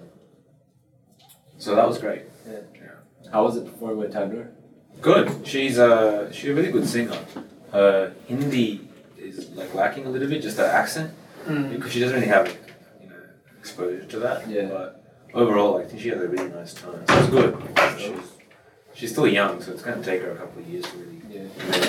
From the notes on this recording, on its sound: After about 5 minutes the audio is corrected!